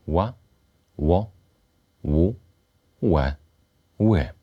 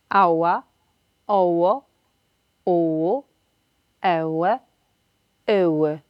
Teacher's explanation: spółgłoska ta realizowana jest z uniesieniem tylnej części języka, przy czym przód języka jest bierny. Istotne jest lekkie zaokrąglenie warg. · Term: polskiego ł